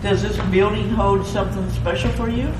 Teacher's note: it's a very breathy response